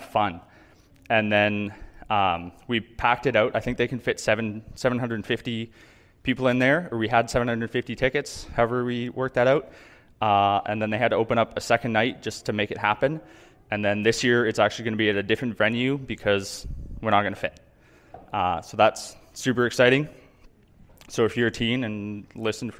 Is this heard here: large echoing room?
yes